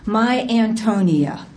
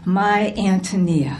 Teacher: there is clearly an accent on the first syllable of the word Antonia · Shown in: second take